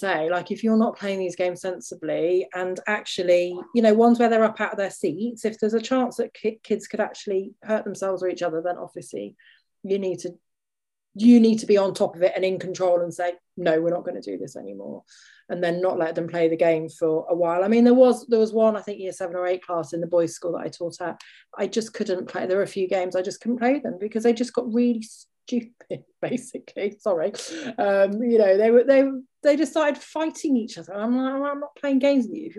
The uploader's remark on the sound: This episode is the recording of an online CPD session. It was a show and tell CPD session in which 7 people (including myself) presented our favourite games to play in MFL lessons.